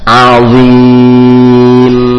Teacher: diakhiri huruf mim maka ditutup kedua bibir